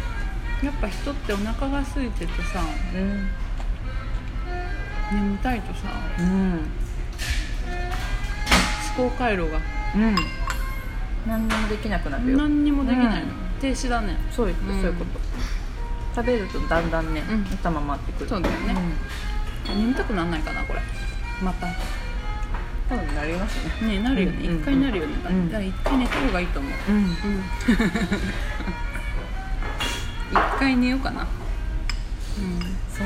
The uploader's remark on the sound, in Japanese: お腹空きすぎて、眠すぎるわたしたちは誘われるようにやよい軒へ。とり天と油淋鶏をハムハムしながら収録してるよんっ。